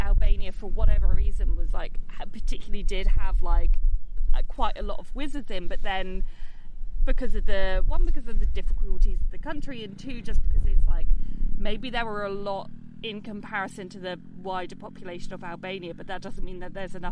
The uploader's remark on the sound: We would go to Albania and record an episode in a forest. Apologies that the audio quality during the bit we recorded in an Albanian forest isn't great, it does get better in the main episode.